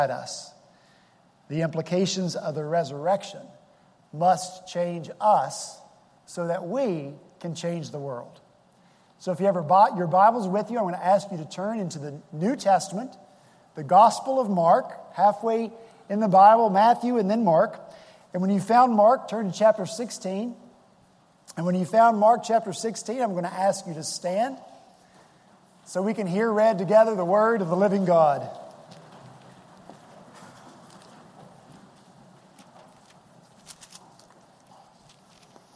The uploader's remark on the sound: Our Easter worship service at Redeemer Presbyterian Church in Charleston, SC